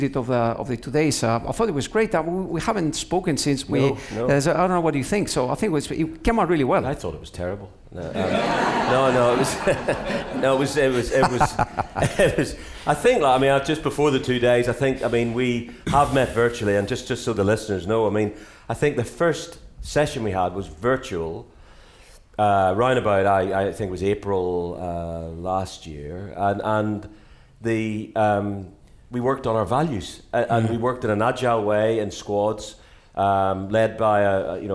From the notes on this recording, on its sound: Joined by a live studio audience for the first time, at the People Leadership Summit 2022.